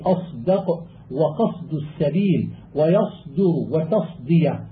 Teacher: فإذا نطقت بالصاد فوفيها حقها من مخرجها وصفاتها، وإذا سكنت وأتى بعدها دال فلا بد من تصفية لفظها لئلا يخالطها لفظ الزاي